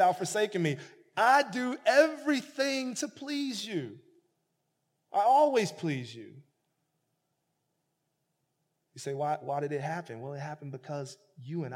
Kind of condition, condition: setting, large echoing room